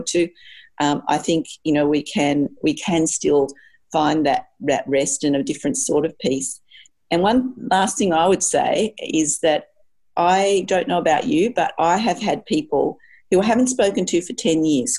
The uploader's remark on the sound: Zoom Q&amp;A session. Student and staff representatives sat down for a Zoom Q&A session with our Vice Chancellor.